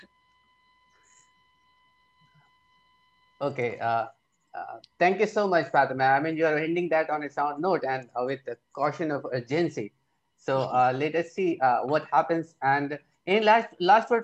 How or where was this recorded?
video call